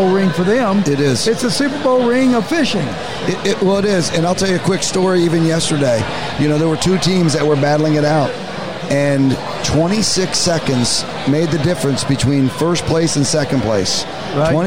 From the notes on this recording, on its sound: Join us for this very special LIVE edition of The Connected By Water Podcast. We were able to sit down at the after party of the world's greatest billfish tournament, the Jimmy Johnson Quest for the Ring! Filmed and recorded at the Seminole Hard Rock Hotel and Casino's beautiful and famous new guitar hotel.